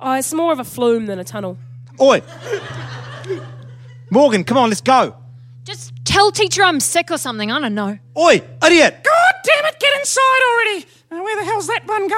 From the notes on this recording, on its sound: Recorded live at BATS theatre, Wellington, New Zealand on the 25th of April 2014.